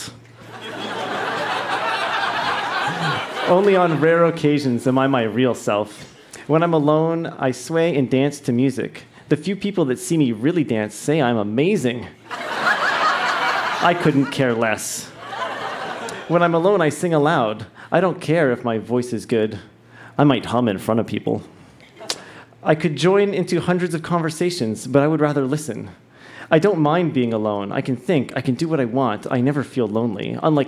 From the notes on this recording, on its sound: Recorded live at the Tranzac in Toronto, ON.